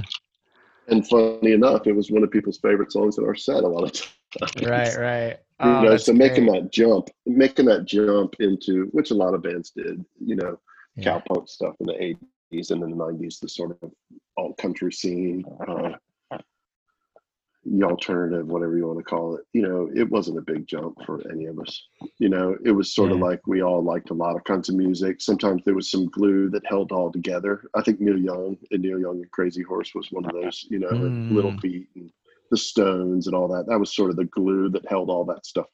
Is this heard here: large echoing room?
no